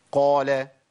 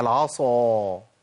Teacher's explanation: القاف ما فيهاش اطباق، فيها تفخيم لكن ما فيهاش تفخيم اضافي · Term: حرف مستعلي منفتح